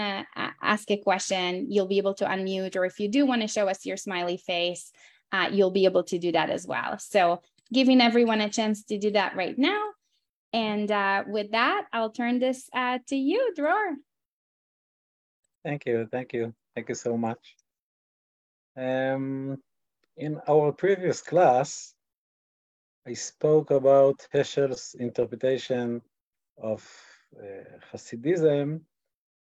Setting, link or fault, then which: link, video call